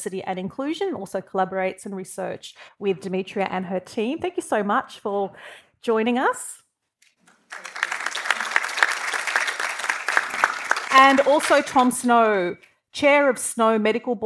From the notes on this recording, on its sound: This event was held live at the University of Sydney Business School on 21 November 2023 and presented with the University's Science in Australia Gender Equity (SAGE) Program.